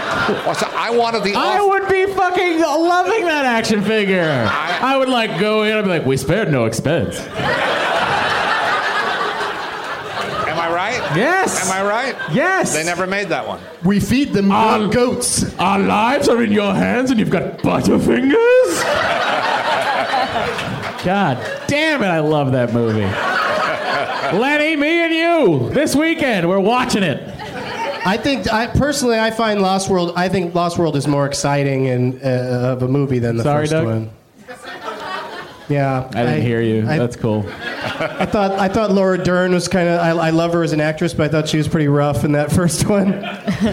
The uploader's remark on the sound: Live from the American Comedy Company in San Diego